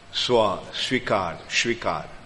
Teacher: In Bengali, the dental saw and palatal saw is pronounced in the same way. And this one specially is SVA.